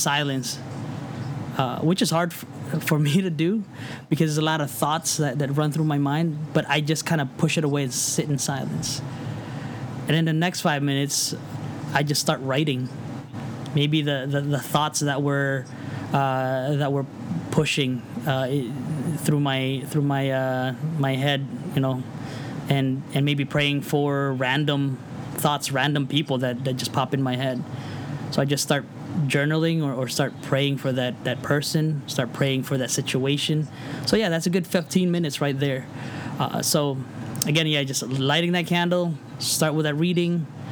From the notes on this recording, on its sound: We apologize that there was some audio issues this week, and you may hear some background noise